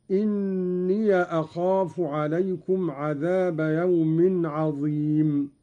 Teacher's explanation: قرأ قالون بفتح الياء من إني أخاف، هكذا: إني أخاف عليكم عذاب يوم عظيم.